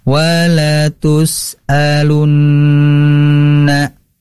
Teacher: nun bertasydid, ini harus digunahkan. Nah, hukumnya itu adalah gunnah musyaddadah.